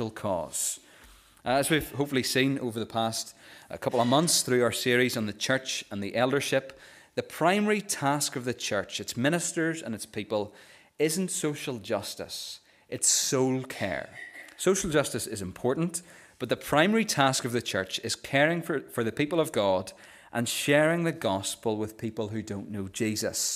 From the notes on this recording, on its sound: This is the recording of the Bible reading and sermon from our morning service on Sunday 15th October 2023.